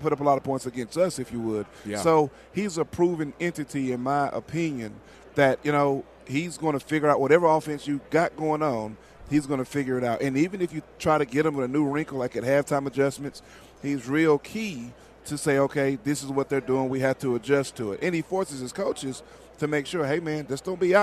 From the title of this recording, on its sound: live from Super Bowl Raido Row